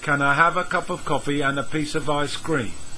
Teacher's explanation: We link can to I, have to cup to of, and to piece to of. · Term: linked words